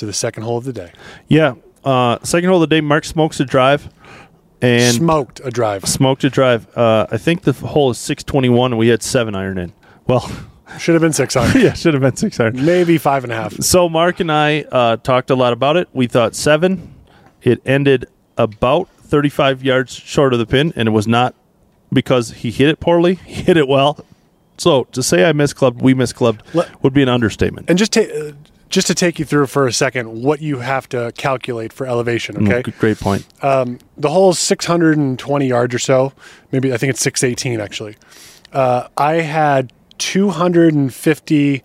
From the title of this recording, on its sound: Live from Barracuda Round 2